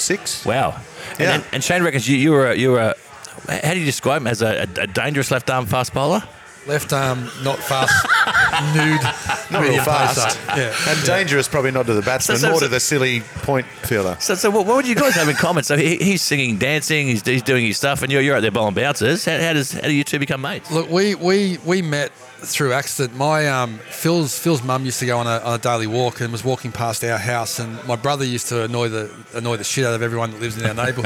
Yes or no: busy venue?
yes